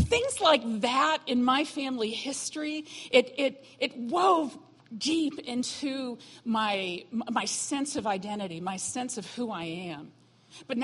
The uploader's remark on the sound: was recorded on Sunday, August 27, 2017, during morning service at Celebration Life Family Church.